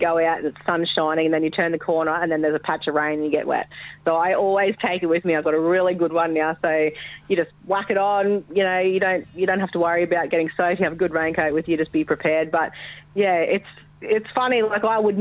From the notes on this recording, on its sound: Jumps on the phone and fills us in on his night time crab tactics. On the phone live in knee deep water pumping yabbies.